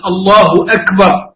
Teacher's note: على العربي أن يقولها صحيحة الله أكبر بالكاف وليست بالجيم المصرية، ولا يجعل الضمة واوا فيقول الله وأكبر الله وأكبر، ولا